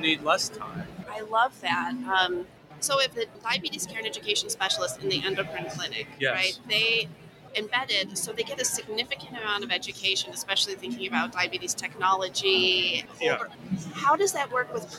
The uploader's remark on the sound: joined The Huddle live at ADCES' 2023 annual meeting in August